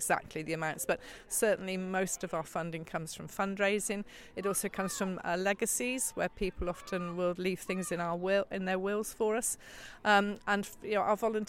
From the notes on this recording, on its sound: Inside a Local Ukulele Festival! I take a trip to a local ukulele festival in Box - a small village of less than 400 people in the South West of England.